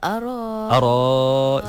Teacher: Sebab hamzah tu dah tukar jadi alif. · Term: ibdal